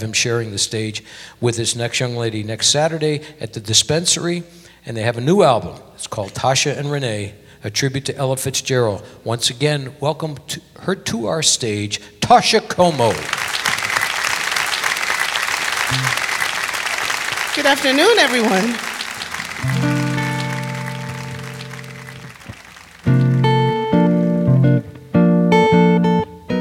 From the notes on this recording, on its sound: Live at the SouthPoint Casino